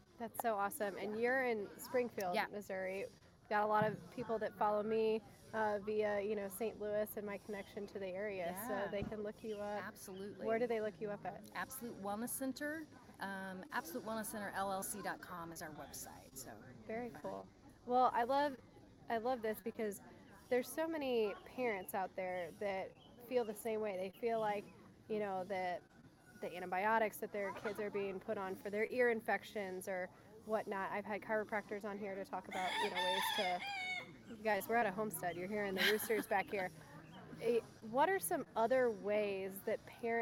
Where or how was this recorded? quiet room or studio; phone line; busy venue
busy venue